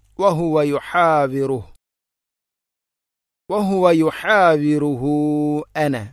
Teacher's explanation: മദ് മുൻഫസിൽ പോലെ നാലോ അഞ്ചോ ഹർക്കത്തിന് തുല്യമായിട്ട് നീട്ടണം